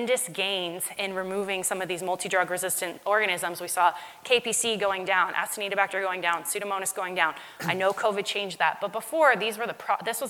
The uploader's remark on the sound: LIVE from MAD-ID. In this special LIVE podcast episode.